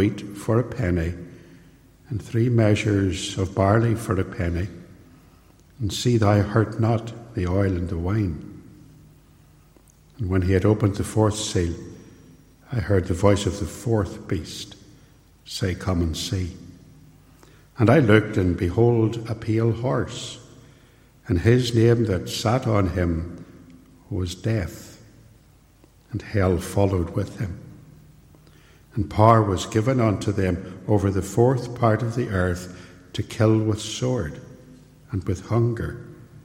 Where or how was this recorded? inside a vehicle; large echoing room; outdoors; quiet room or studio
large echoing room